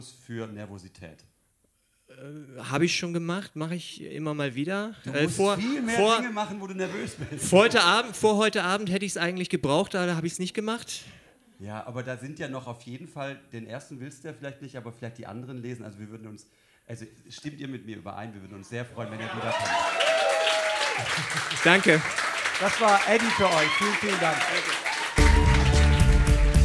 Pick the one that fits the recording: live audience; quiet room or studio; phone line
live audience